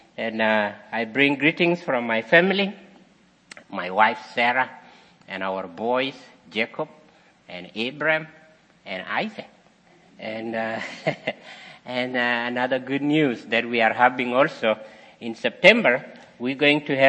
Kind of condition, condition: setting, large echoing room